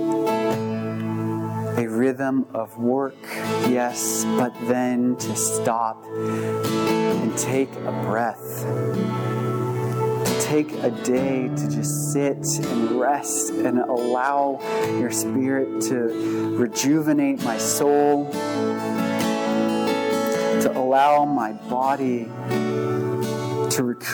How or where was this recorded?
large echoing room